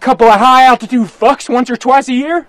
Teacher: the vowel in one and once, how it's all the way back in his mouth · Term: Wyoming accent